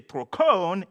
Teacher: If you put the accent on the second syllable, you say trokon